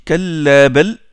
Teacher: Il ne fait pas l'idram du lem dans le ra et il observe une secta. Il observe une pause silencieuse, contrairement aux autres qara'at.